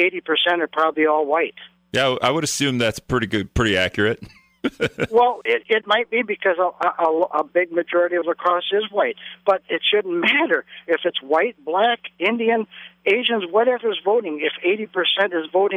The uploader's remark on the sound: Callers sound off